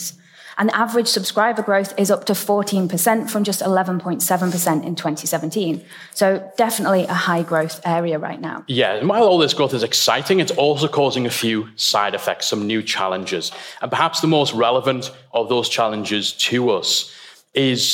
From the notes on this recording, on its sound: The State of the Membership Industry - Retain Live Keynote. You’ll get to listen in to the opening keynote from our very first conference ‘Retain Live 2019.’. It was an incredible event with some phenomenal speakers gracing the stage eager to share their expertise and insights with the audience.